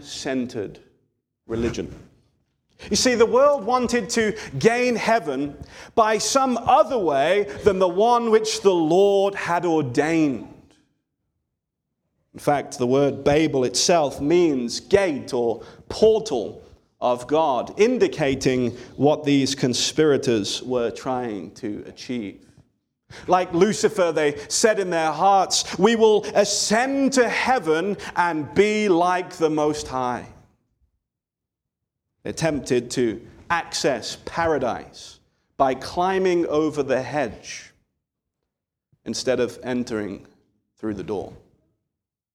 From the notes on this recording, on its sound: This sermon was delivered on October 22, 2023 at Antioch Presbyterian Church, a mission work of Calvary Presbytery of the Presbyterian Church in America located in Woodruff, South Carolina.